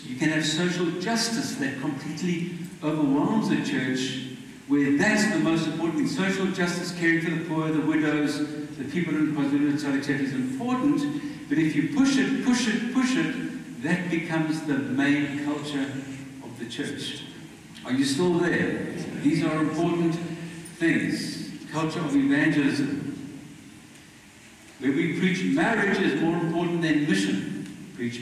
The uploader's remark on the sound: Poor Audio